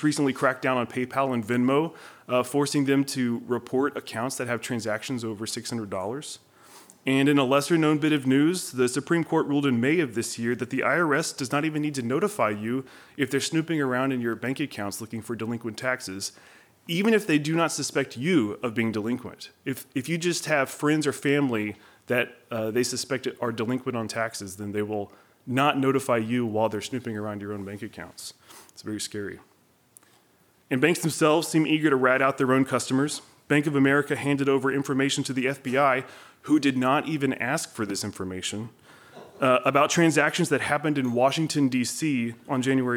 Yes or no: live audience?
yes